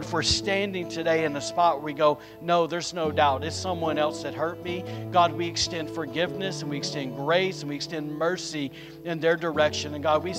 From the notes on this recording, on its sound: Recorded on Sunday, May 22nd, 2022, during service at The Anchor Church in Rockport, Maine.